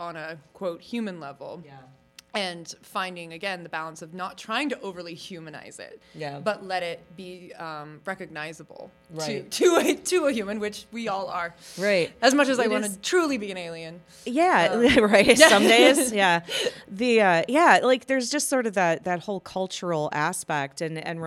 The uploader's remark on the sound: Recorded Live at Starbase Indy 2022.